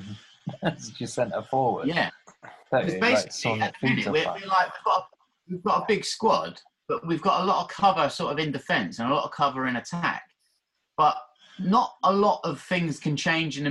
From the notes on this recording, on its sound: having a chat on zoom